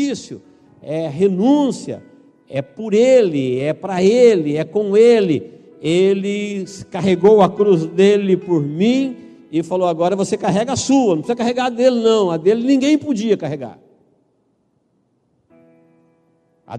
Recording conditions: large echoing room